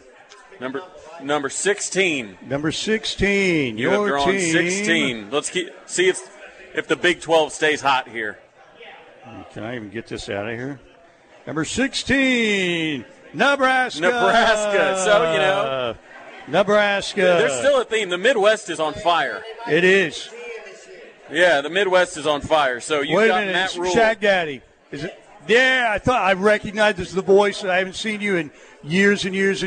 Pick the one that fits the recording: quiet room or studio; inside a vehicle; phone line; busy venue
busy venue